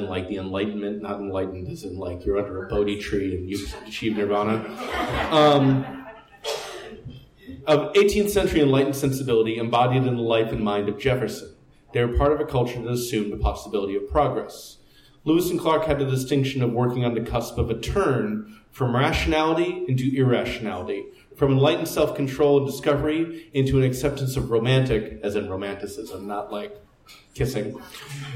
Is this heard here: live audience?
yes